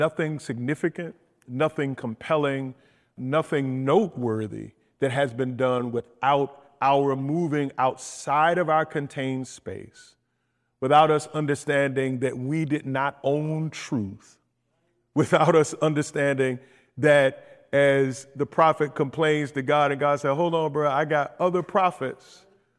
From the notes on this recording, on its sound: In this live recording at FTE's Christian Leadership Forum.